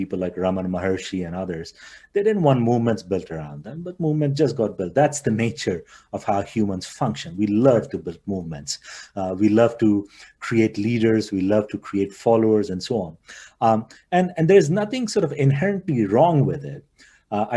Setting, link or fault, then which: link, video call